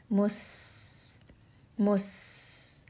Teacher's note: as the air kind of escapes through your teeth, it's going to create that whistling sound. We don't want to overdo it. · Term: safir